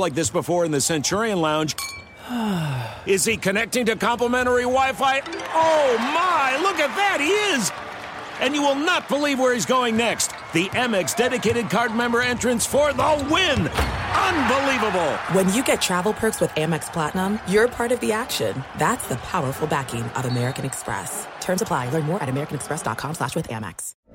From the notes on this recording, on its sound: live from Rams Training Camp in Irvine, CA!